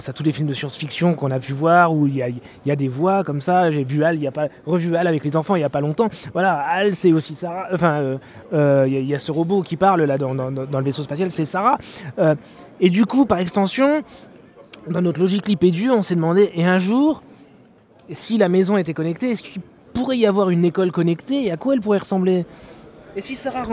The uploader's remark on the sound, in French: Enregistré en direct du Swiss Tech Convention Center de Lausanne.